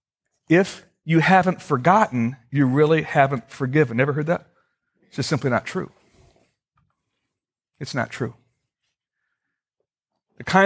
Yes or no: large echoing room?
yes